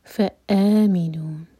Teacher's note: مَدِ بَدَل دو حرکہ لمبا اور حمزہ پر کٹ آف ساؤنڈ